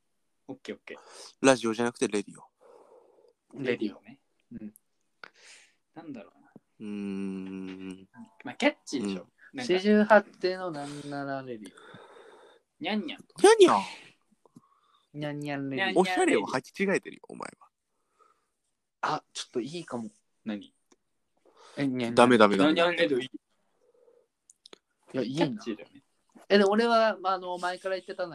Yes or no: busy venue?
no